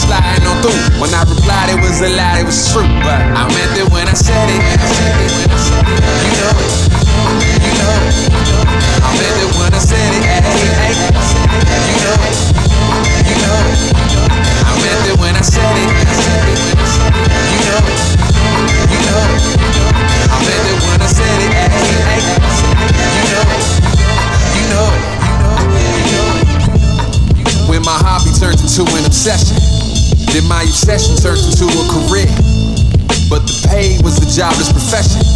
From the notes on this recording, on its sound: broadcast live on September 21, 2015 from the storefront of Meridian 23 music bar